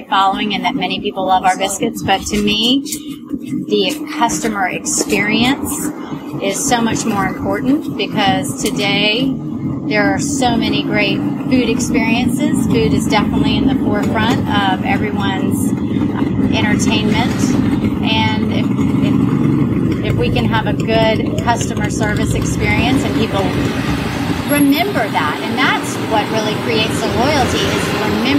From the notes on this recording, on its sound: Interview recorded on the noisy street of Charleston, South Carolina.